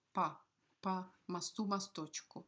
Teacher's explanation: since it's unstressed, this O will not be pronounced like an O, but as a short, dark A.